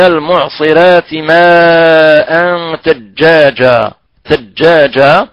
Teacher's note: إذن هنا لابد قلنا من إخراج الجيم من وسط اللسان مع ما يحاديه، مع ما يحاديه من قبة الحنك الأعلى